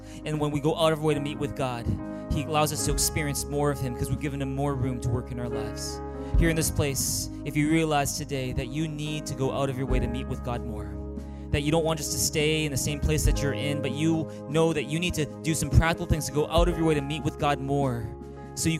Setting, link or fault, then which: setting, large echoing room